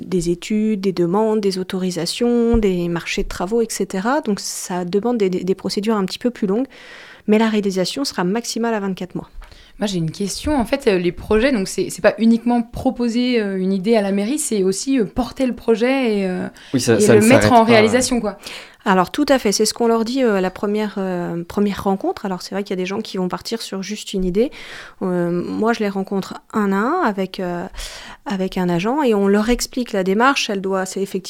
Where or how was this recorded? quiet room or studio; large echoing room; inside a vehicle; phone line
quiet room or studio